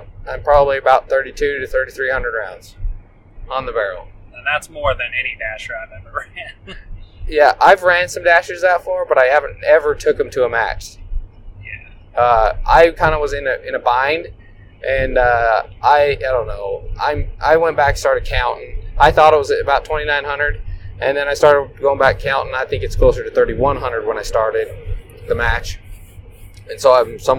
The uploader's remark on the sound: We recorded this podcast on the drive home from the SAC Blue Ridge Rumble PRS match, that was held in Benge, Washington.